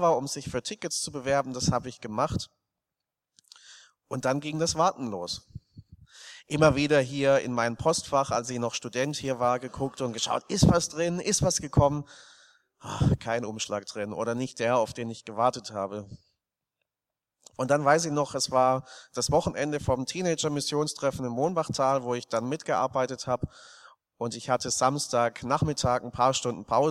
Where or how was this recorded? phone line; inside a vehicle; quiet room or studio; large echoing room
large echoing room